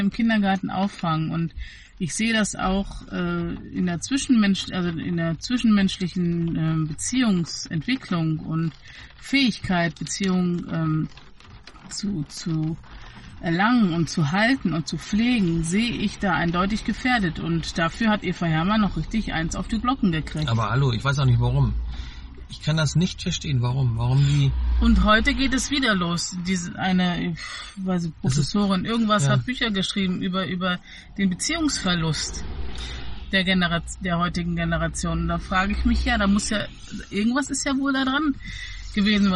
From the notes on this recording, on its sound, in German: An einer verregneten Samstag nach dem Wocheneinkauf haben wir die Gelegenheit genutzt und im Auto auf dem Parkplatz eine neue Samma-Folge aufgenommen. Es regnete und regnete und regnete... Verkehr und Regen sind deutlicher als erwartet zu hören.